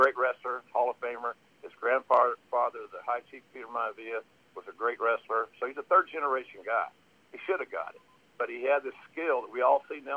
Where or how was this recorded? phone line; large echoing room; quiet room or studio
phone line